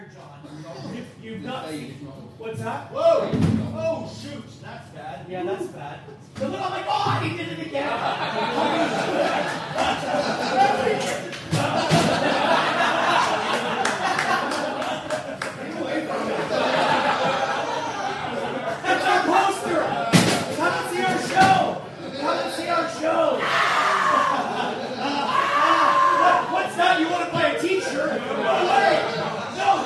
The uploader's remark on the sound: POOR SOUND QUALITY! At the Edinburgh Fringe, we had technical issues that we couldn't fix in the tight Fringe turnaround, meaning today's seminar is coming to you from the emergency backup 'bootleg' recording. There's a few weird noises, and you can hear the echo of the room a bit more.